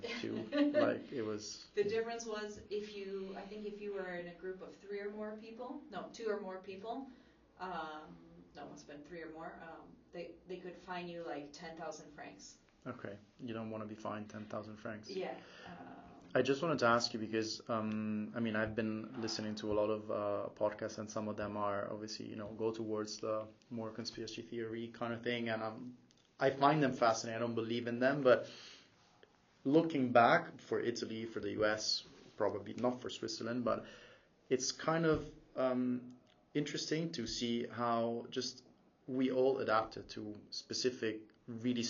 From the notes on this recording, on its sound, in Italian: E' in lingua inglese & purtroppo la qualita' audio non e' delle migliori per un problema tecnico riscontrato sul mic (sorry!).